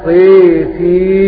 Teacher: وأما بخصوص الفتح والإمالة، فإن طاء تقرأ بالإمالة